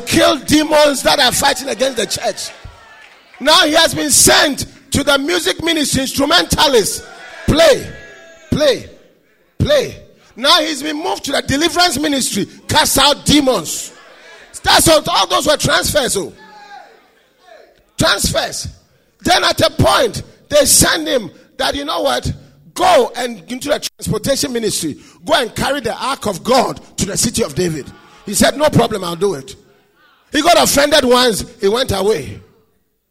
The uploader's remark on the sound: Preached at the UK DaniePaul Conference 2022